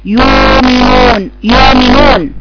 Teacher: وكذلك او بالإبدال زي ورش مثلا او غير ورش، يعني بيقرأ مثلا مؤمنون التغيير في الهمزة يعملها ازاي، يبدلها واو من جنس الحركة